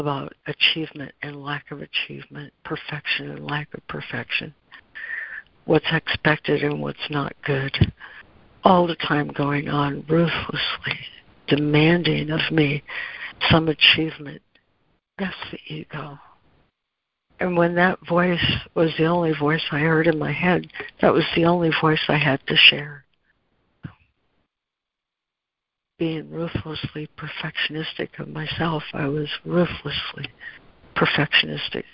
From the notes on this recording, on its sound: ACIM Daily Conference Call.